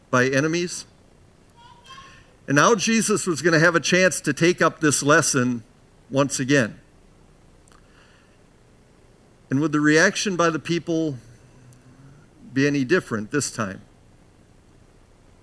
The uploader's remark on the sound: Bethany, Appleton, WI. Preached this sermon at Bethany's Saturday worship on May 7, 2022.